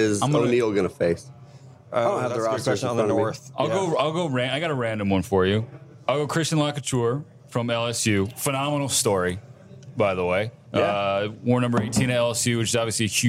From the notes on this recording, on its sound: We're LIVE (kinda) from Draft Picks Taproom in Mobile, AL!